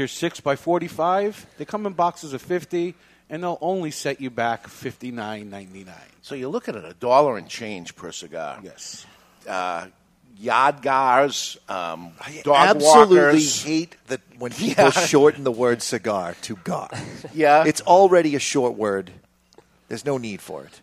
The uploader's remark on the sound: broadcasting live from Two Guys Smoke Shop